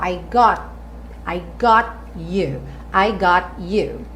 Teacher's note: Lembrando que as letrinhas em vermelho são as consoantes oclusivas, ou seja, cortam o som. Então, o T viria cortando o som do O